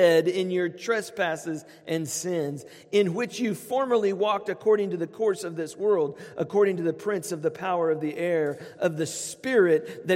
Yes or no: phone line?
no